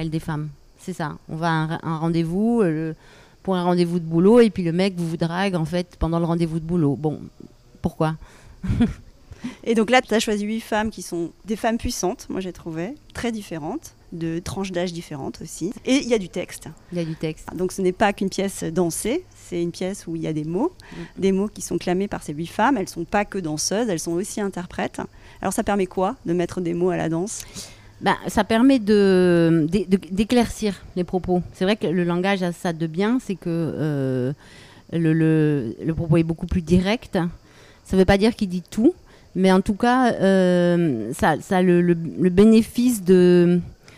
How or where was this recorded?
outdoors